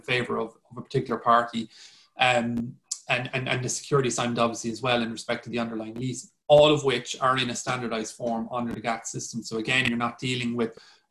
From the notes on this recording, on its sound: This is a recording of APTN Zoom Call # 13 which took place on 25th June 2020.